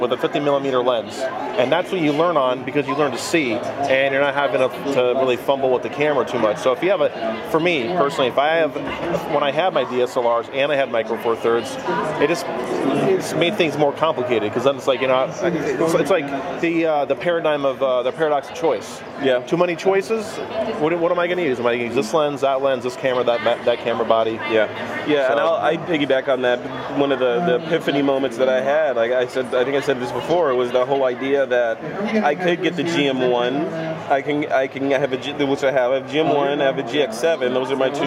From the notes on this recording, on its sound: A special episode of TWiP recorded live on the show floor of WPPI in the Panasonic booth.